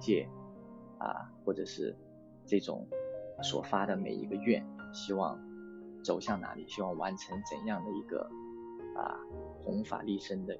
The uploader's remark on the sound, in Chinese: 这也是第一次请嘉宾，录音中有点不顺畅。